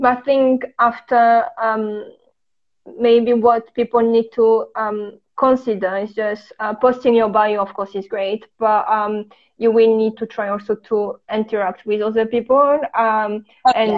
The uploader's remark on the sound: It was my first-ever Instagram Live